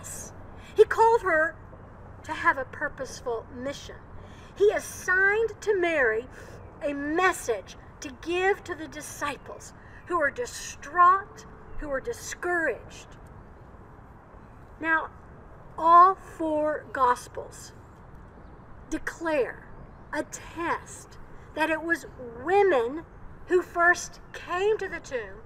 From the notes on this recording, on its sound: Old South Presbyterian Church - Worship on April 4, 2021. Recorded outside. Coming to you from Old South Presbyterian Church in Newburyport, MA.